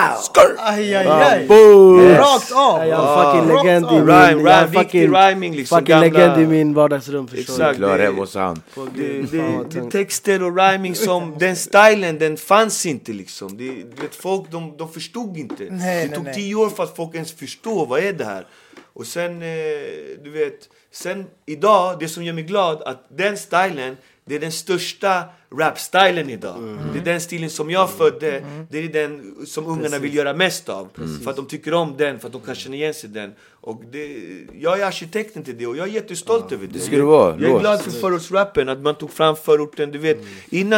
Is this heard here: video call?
no